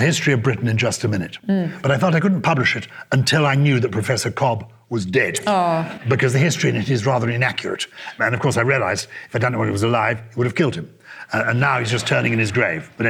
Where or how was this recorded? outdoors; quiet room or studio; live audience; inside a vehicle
live audience